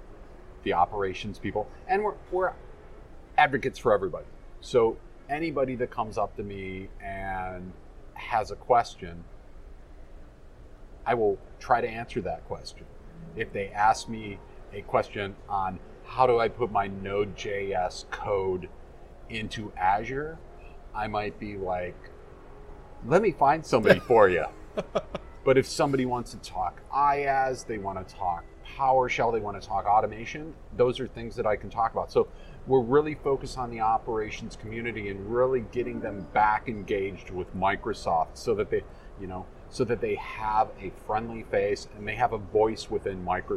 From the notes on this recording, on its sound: recorded at Microsoft Ignite in Orlando